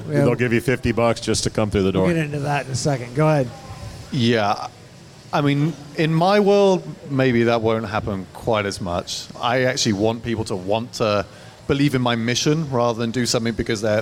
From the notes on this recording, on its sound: LIVE from Sun King Brewery. The mics were on.